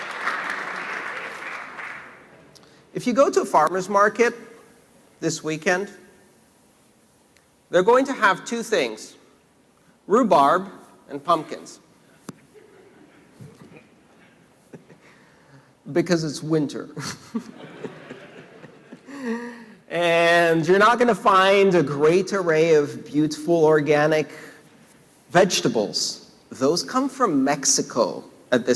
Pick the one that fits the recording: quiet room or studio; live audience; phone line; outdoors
live audience